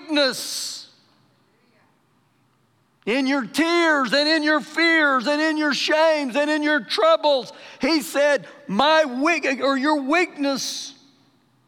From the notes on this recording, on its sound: Recorded live during our Wednesday night service.